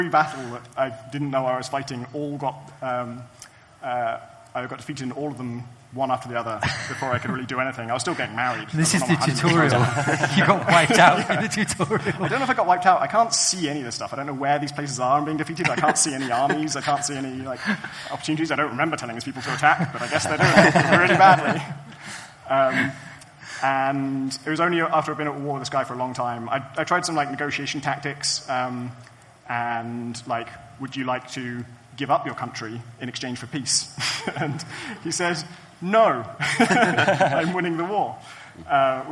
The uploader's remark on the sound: Live from Rezzed! Plus: real live questions!